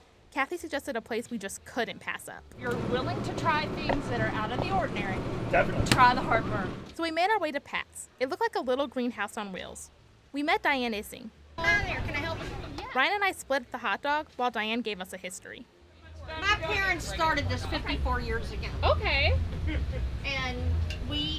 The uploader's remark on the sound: Sights & Sounds of Kentucky State Fair: Food. By 89.3 WFPL News Louisville.